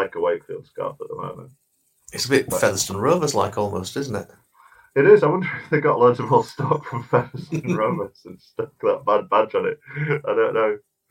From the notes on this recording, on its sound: Apologies for the dodgier than usual sound on this episode (tech problems) and my constant coughing!